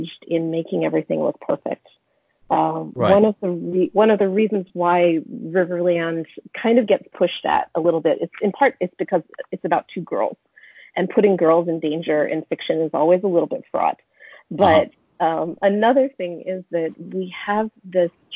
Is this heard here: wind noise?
no